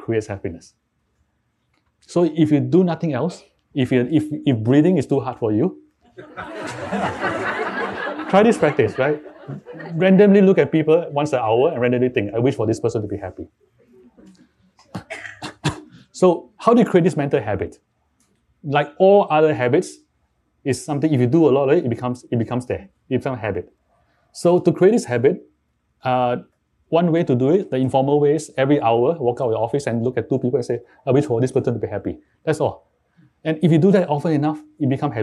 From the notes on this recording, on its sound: is joined on stage